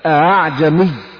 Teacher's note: فمثلا التسهيل عندنا منه في القرآن في القراءات الأخرى كثير، أما في حفظ عندنا كلمة واحدة وهي كلمة أعجمي، نقرأها بتسهيل الهمزة الثانية بين الهمزة والألف